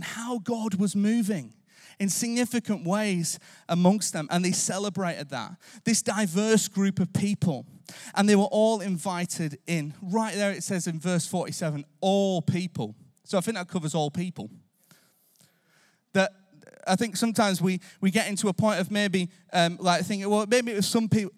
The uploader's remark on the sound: Recorded live at Life Church Lancashire.